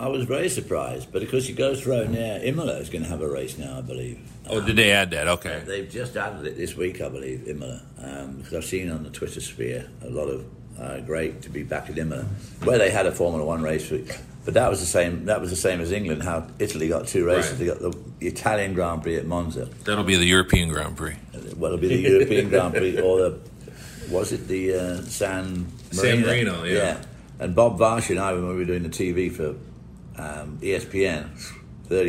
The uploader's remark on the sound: joined live at Road America